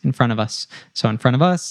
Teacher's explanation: And it connects to us, so it becomes of us, and then the T in the front drops